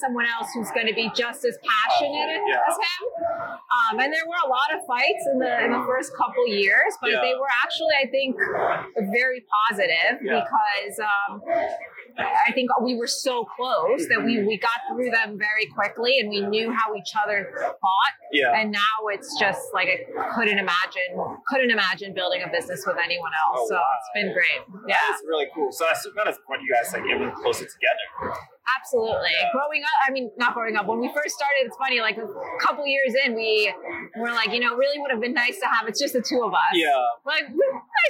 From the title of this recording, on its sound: LIVE AT NAA